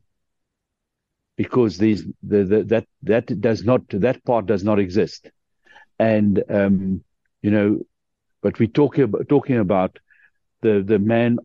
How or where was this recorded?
video call